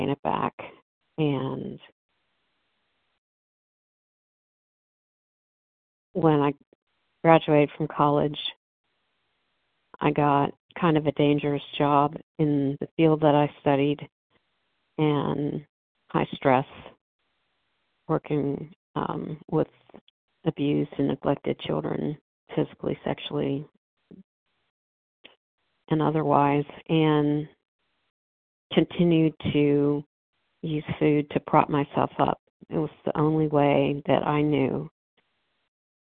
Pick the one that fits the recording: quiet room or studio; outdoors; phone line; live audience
phone line